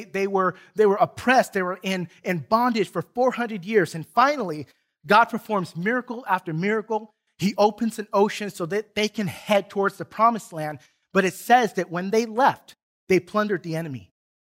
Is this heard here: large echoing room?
yes